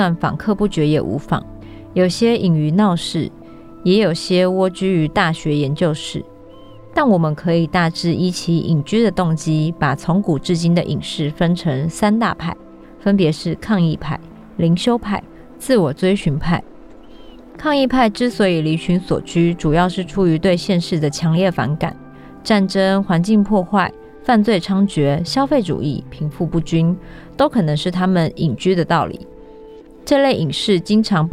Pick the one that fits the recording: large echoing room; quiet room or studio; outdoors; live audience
outdoors